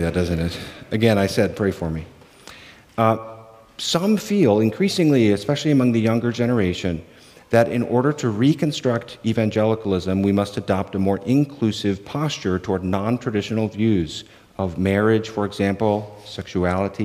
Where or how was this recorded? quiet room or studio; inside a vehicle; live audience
live audience